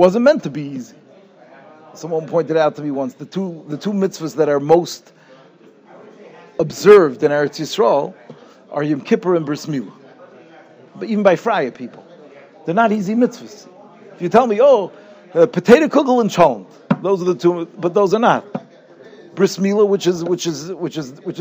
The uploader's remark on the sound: Shiur recorded in Yeshivas Ohr Reuven, Monsey, NY.